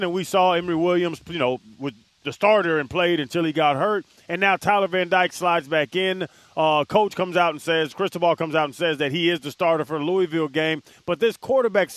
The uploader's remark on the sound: live at Hollywood Kia